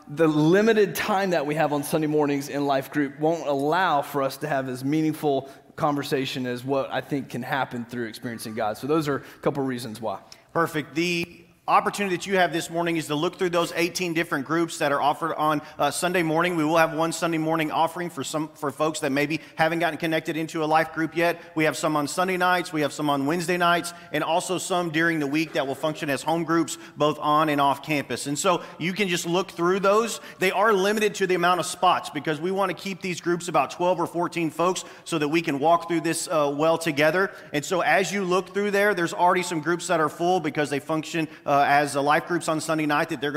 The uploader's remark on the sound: Green Hill Church Live - Second Service